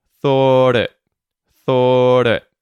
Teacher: the vowel sound in the word it is getting reduced to a schwa, it. And the T at the end of the word thought is also becoming a T flap.